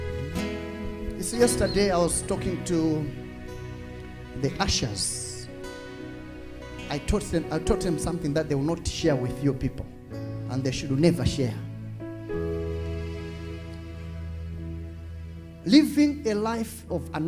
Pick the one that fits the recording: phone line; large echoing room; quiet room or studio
large echoing room